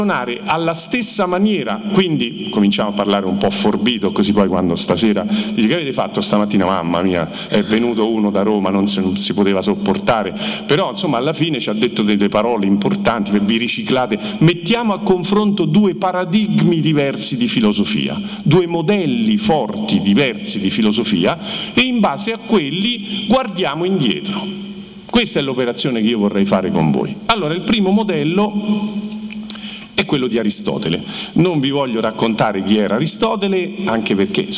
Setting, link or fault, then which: setting, busy venue